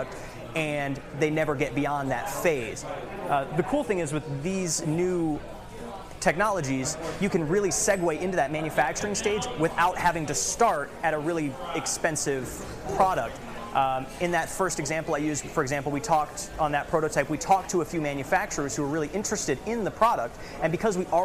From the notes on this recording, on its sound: This recording is from a business networking event I hosted and produced a few years back.